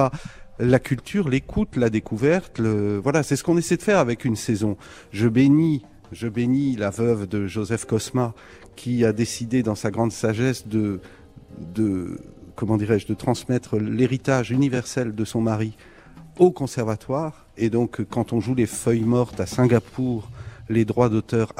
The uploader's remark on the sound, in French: En direct du Conservatoire de Nice. En fin d’émission, nous serons rejoints par un trio d’élèves.